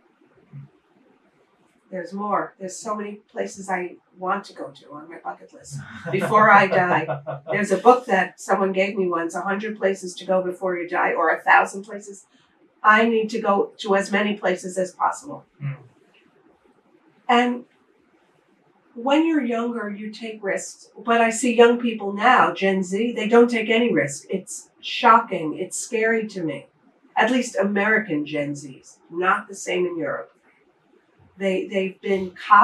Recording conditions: poor microphone